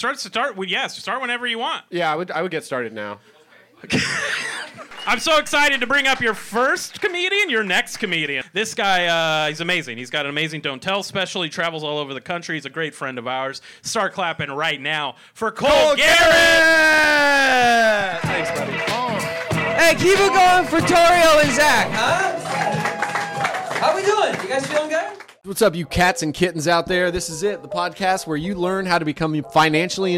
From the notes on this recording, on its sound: Recorded live from the Hollywood Improv on December 7th, 2023.